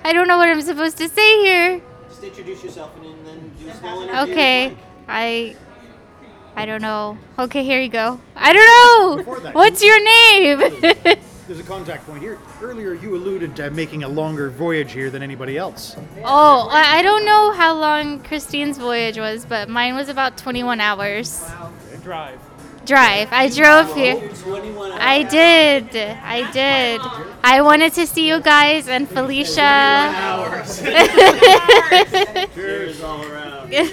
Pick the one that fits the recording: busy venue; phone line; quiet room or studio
busy venue